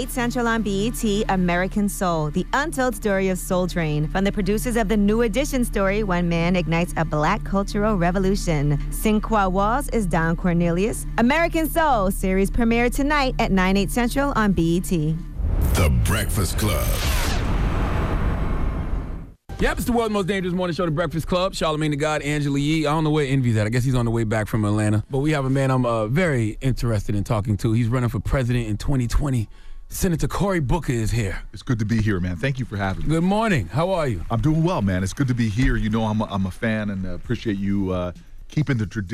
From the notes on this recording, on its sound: We opened up the phone lines afterwards to see what our listeners thought about it.